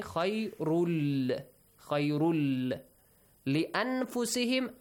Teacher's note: the نون sound will be merged to the لام